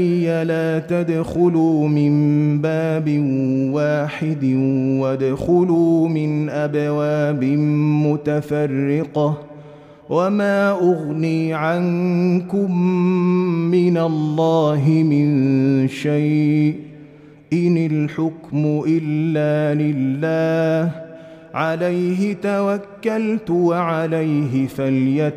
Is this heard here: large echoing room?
yes